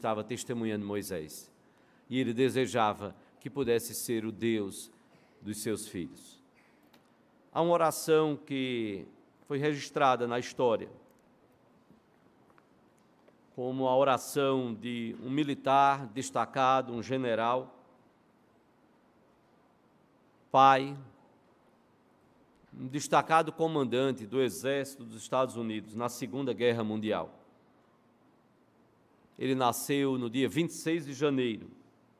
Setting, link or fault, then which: setting, large echoing room